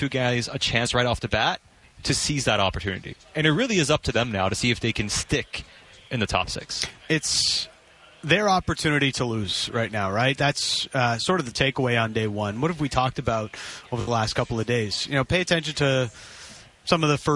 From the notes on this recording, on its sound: live from Canucks training camp in Victoria